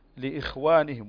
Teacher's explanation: تجعل الصوت يجري في النطق بالخاء · Term: رخاوة